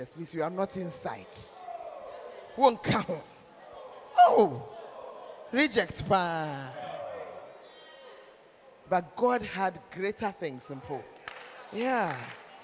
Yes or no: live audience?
yes